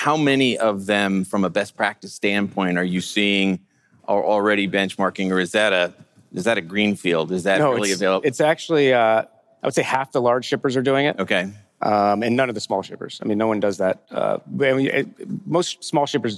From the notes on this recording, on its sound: Fireside Chat: Emerge - Future of Supply Chain. The first fireside chat on the main stage of the Future of Supply Chain Conference in Northwest Arkansas.